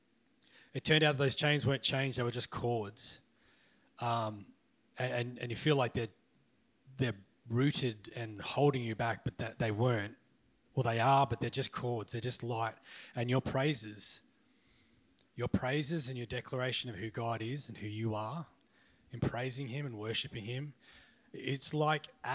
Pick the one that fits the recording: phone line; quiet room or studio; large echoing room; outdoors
large echoing room